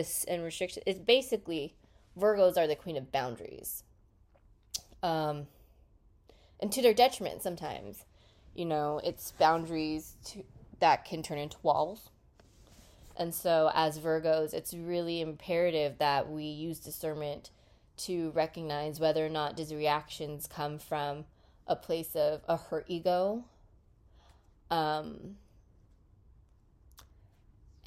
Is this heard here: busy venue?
no